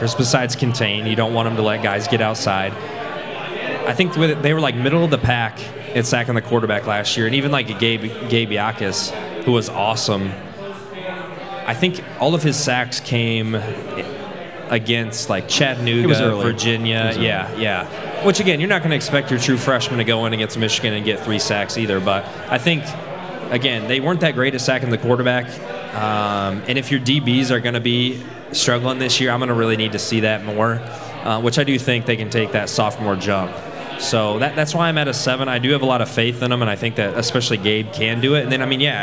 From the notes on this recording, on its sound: Live from Pour Bros. Craft Taproom.